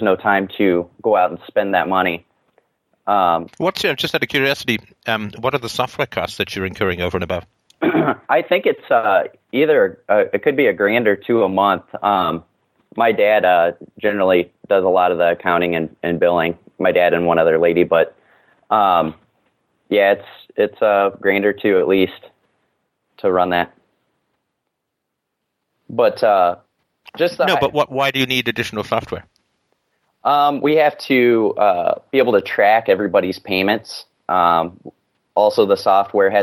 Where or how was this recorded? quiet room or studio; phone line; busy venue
phone line